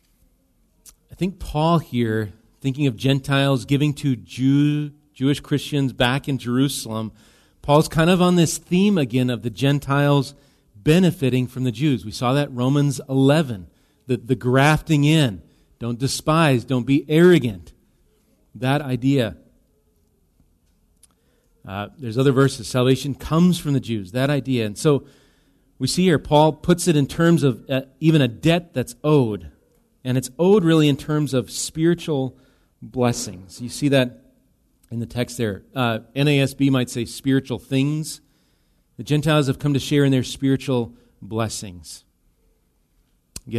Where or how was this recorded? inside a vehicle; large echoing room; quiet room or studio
large echoing room